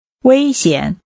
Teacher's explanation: Using high level and falling rising tones, say dangerous.